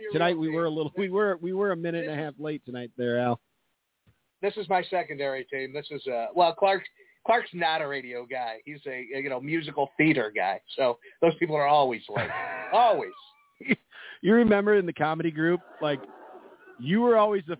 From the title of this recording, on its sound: Live At The Sports Attic